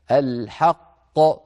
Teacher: عندنا أيضا في الآية 62 ثم ردوا إلى الله مولاهم الحق، نحن وقفنا عليها فقلنا الحق فقلقلنا القاف المشددة الحق، طبعا لما نقول الحق ننطق قافين، الأولى مدغمة في الثانية والثانية هي المقلقلة